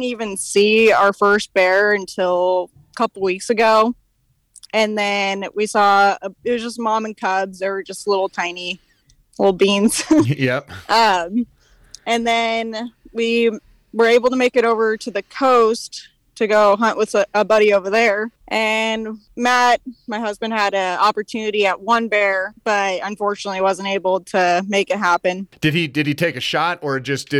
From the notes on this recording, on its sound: Record this podcast while out in the field on the last day of her spring bear hunt!